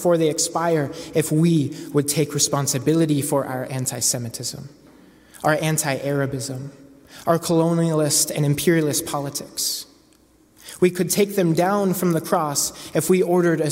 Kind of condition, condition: setting, large echoing room